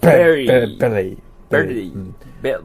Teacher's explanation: お腹の B の方は、両唇で爆発させるように言うんだな。